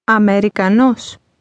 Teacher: Notice that the stress is on the end of the word.